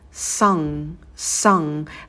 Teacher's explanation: «Sung», «sung», краткий звук «а», и также в конце носовой «н».